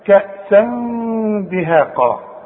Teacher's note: بنخفي ونغن والغنة بمقدار حركتين